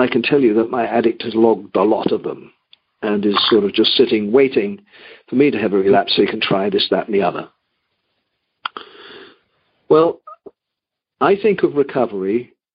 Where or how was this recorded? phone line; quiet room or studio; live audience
phone line